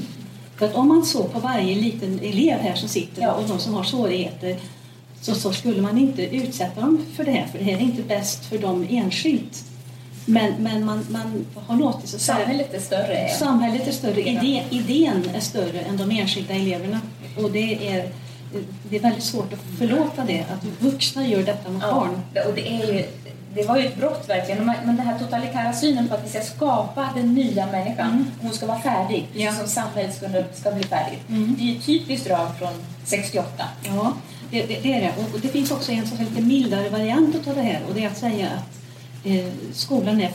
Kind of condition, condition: setting, busy venue